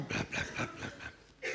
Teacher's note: il y a la corde vocale la plus basse, qu'on n'utilise pas souvent